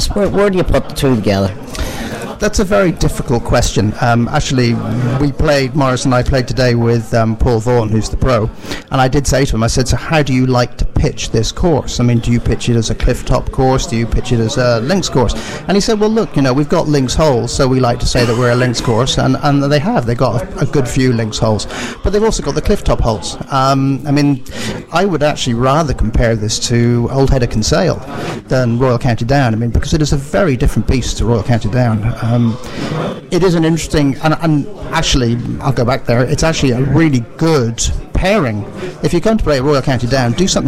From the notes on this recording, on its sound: An outside broadcast from Ardglass Golf Club